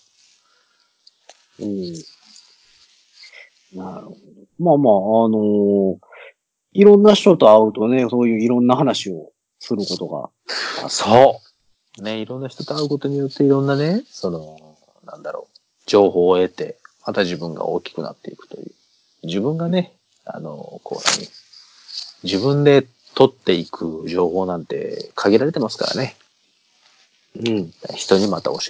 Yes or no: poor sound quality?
yes